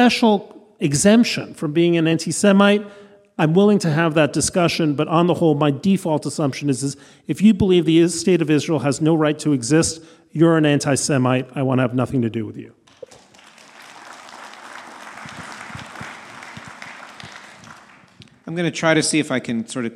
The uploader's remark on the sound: a recording of the live conversation